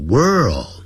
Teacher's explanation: 因为有一个 R,还有一个 L,所以先念成卷舌音 world,然后那个 L 呢翻成欧洲的 O, world,就 world,好，那个 D 念得很弱，好， world, World War II,好，就是第二次世界大战。那么我们来看看今天的文章，我写的比较短，那么先来看一下。